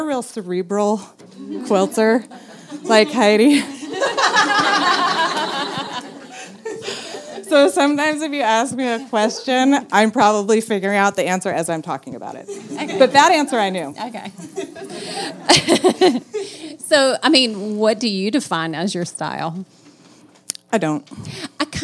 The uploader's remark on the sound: LIVE Modcast from CraftSouth in Nashville, TN while Quiltcon was in town